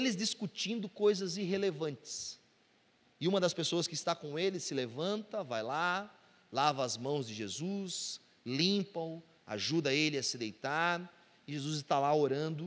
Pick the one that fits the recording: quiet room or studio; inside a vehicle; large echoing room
large echoing room